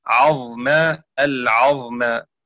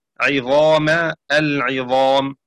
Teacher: قرأ شعبة بفتح العين وسكون الظاء دون ألف عظما العظما، وقرأ حفص بكسر العين وفتح الظاء وألف بعدها عظام العظام.